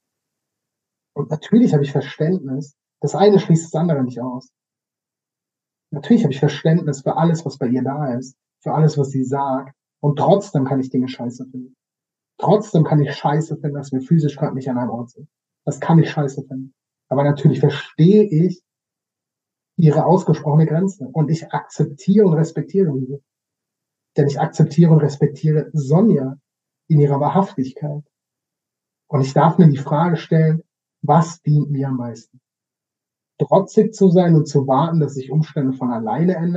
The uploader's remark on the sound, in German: Ich mag mich für die Ton-Qualität entschuldigen, da ich da etwas unaufmerksam war